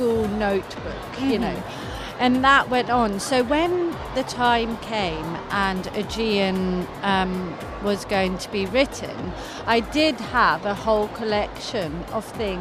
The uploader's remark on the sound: Live at SIBF 2023